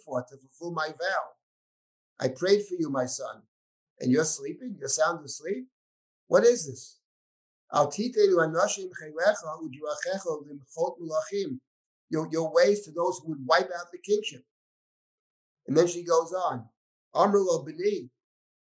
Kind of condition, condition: link, video call